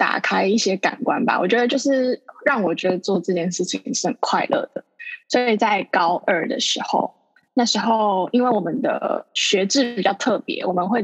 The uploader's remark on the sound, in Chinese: 遠距錄音下難以避免的音質問題又出現了。